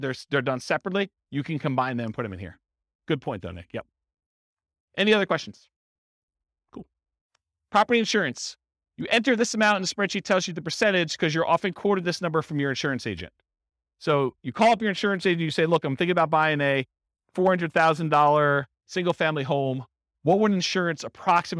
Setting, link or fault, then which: setting, live audience